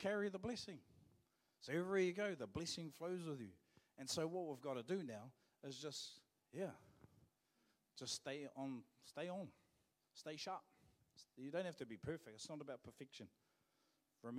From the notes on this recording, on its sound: Live From IwiTapu Destiny Church Hawkes Bay